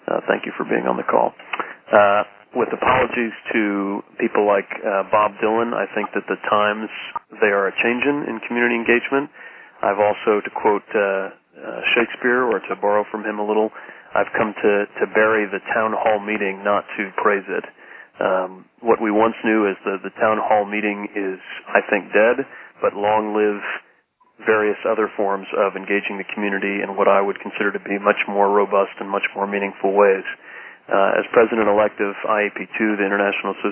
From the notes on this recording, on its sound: Call recorded on August 9, 2012.